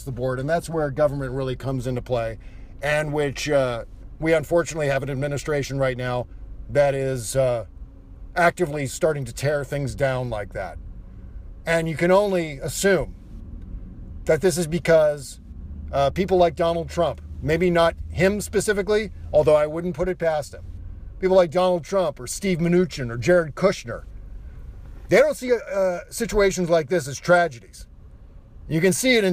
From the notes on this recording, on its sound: Podcasting from the evacuation zone near the catastrophic Santa Rosa, CA firestorm. I recorded the show in my car, parked at the intersection of Piner Rd and Coffey Ln, a few blocks from the devastation shown in the attached photo. The audio and show format are different due to recording on an iPhone without all of our usual fun noises, etc.